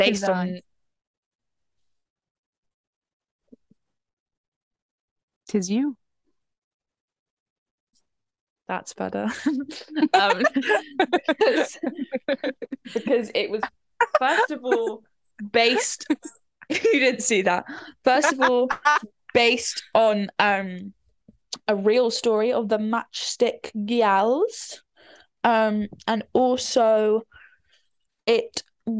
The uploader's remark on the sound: our first zoom podcast